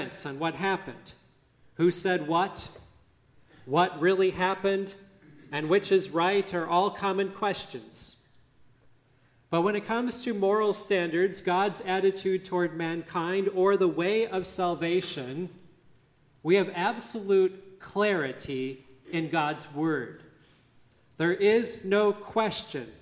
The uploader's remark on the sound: Listen to the service at Grace Lutheran Church, Lexington, MO on March 26, 2023.